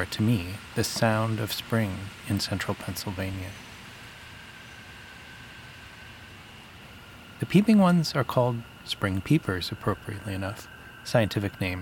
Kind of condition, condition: fault, sounds in the background